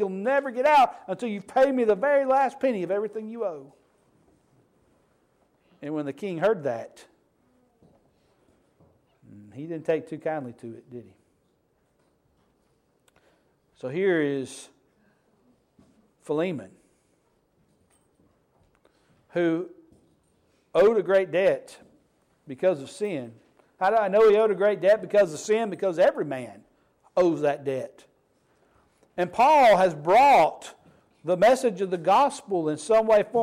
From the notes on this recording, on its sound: Sermon Preached on 7/23/23 at the Snowdown Church of Christ